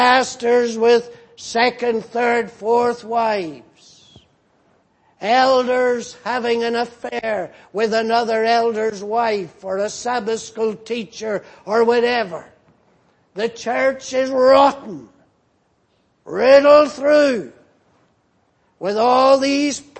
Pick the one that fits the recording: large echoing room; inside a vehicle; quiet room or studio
large echoing room